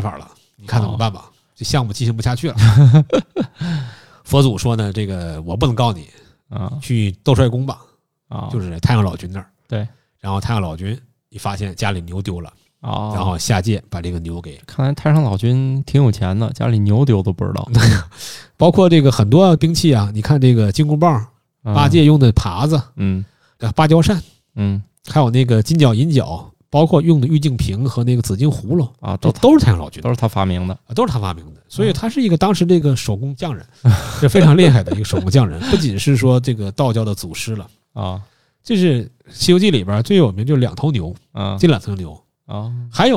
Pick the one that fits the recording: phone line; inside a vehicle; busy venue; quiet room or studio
quiet room or studio